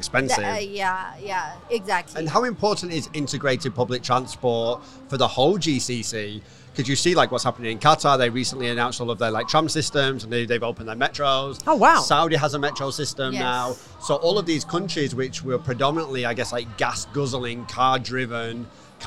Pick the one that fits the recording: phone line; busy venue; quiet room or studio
busy venue